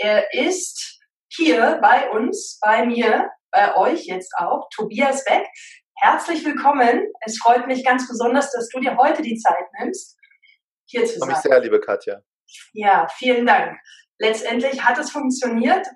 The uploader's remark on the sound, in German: er war live und in Farbe mit mir im Zoom